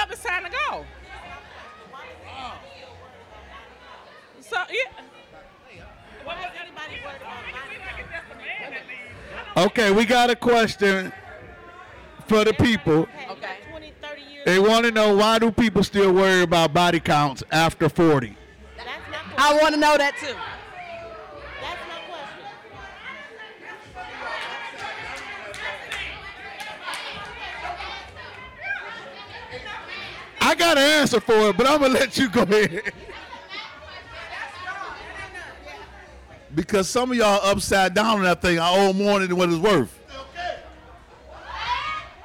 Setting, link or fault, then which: setting, live audience